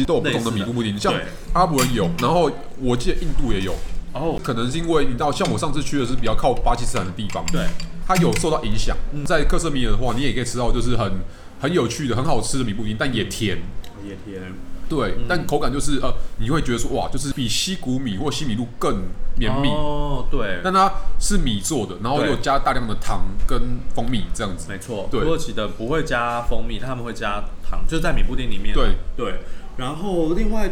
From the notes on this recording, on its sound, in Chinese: 本集白噪音指數：蚊風級 1/5。在台北永康街商圈的土耳其咖啡館內，伴隨著切割土耳其甜點【果仁蜜餅 Baklava】的刀叉聲。進行了一場像是完全沒注意到桌上有麥克風（而且錄得清清楚楚）般的自然錄音。錄音地點：登陸土星土耳其咖啡永康店。